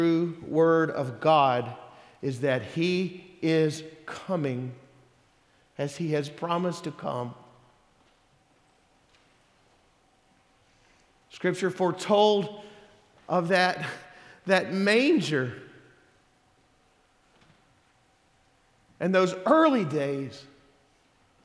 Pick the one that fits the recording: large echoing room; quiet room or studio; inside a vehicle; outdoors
large echoing room